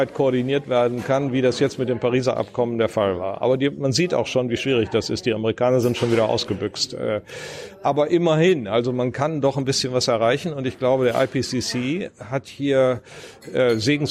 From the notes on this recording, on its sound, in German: November 2019 in der Berliner Buchhandlung "Ocelot" aufgezeichnet.